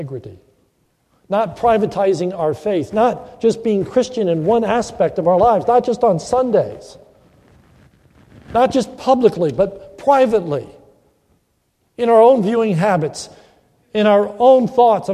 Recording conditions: large echoing room